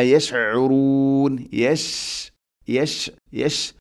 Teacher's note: ഷീൻ എന്ന അക്ഷരത്തിന് സുക്കൂൻ വരുമ്പോഴൊക്കെ, ഇനി അല്ലെങ്കിൽ ഫതഹ് കസ്ര ദമ്മ ആവട്ടെ, അതിനെ തഫഷി എന്ന് പറയും, പരത്തി കേൾക്കണം. ആ ഒരു സിഫത്തുണ്ടായിരിക്കും.